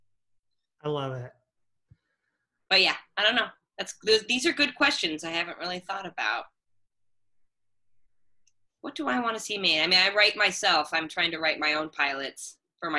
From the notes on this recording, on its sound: Recorded via Zoom